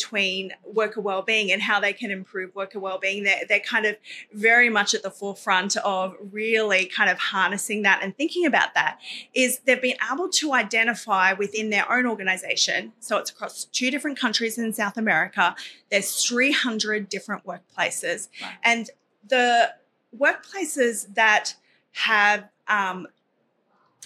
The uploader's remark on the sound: World Congress 2023. Recorded live from the 23rd World Congress on Safety & Health at Work 2023 in Sydney, Australia.